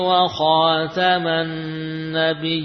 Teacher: kalimat an-nabiyyin demikian tertulis ya-nya satu, ya, namun dibaca panjang yina